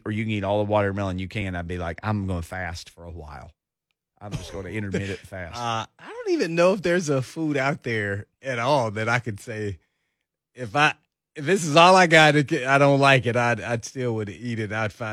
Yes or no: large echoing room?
no